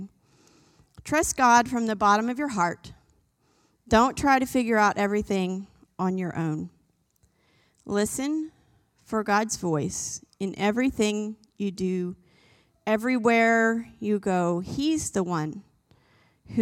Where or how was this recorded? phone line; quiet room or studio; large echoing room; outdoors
large echoing room